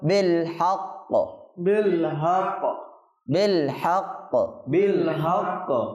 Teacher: তাসদিদ অবশিষ্ট রাখব, কিন্তু হরকতটা কি করব না, প্রকাশ করব না